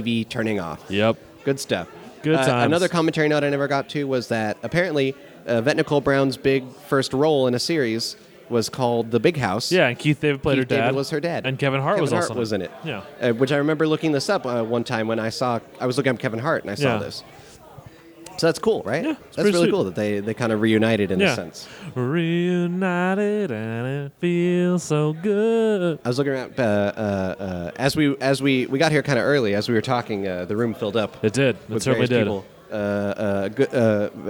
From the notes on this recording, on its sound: LIVE from LA Podcast Festival. Bring this episode to you from the Squarespace Podcast Lab at the LA Podcast Festival!